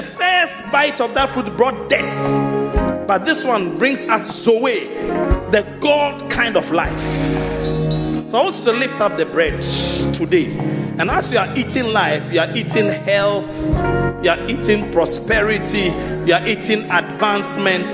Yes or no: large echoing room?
yes